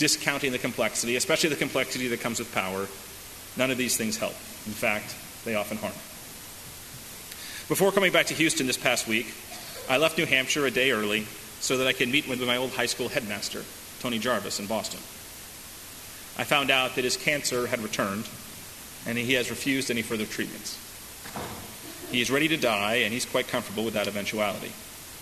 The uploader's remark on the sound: Delivered at First Congregational Church of Houston.